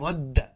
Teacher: نقول واجب، لا يجوز أن تقول ردد، يجب أن تقول رد، تدغم الدال في الدال · Term: الإدغام